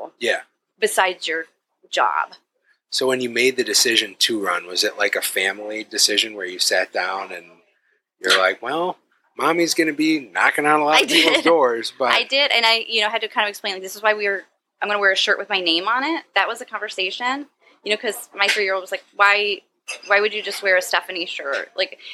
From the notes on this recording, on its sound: This episode of the Triple D Podcast was recorded at The Mad Batter Bakeshop.